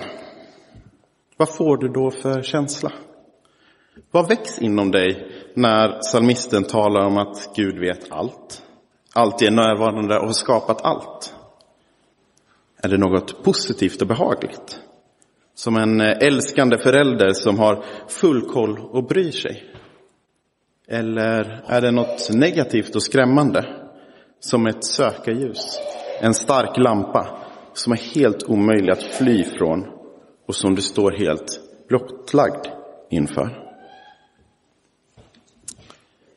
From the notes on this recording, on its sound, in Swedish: Inspelad i Roseniuskyrkan den 19 november 2023.